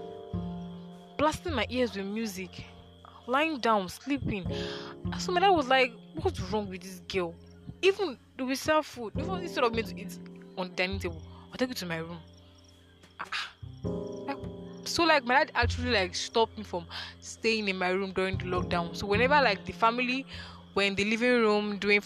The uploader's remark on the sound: I recorded this episode outdoors at night, so I'm sorry for all the crickets and other background noise.